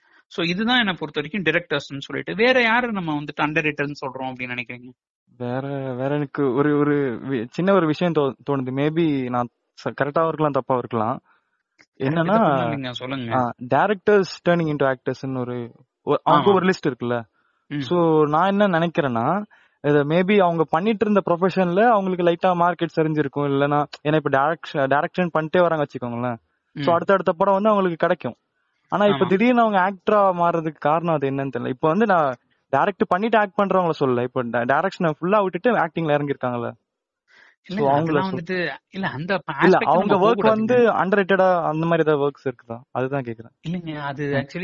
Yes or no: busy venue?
no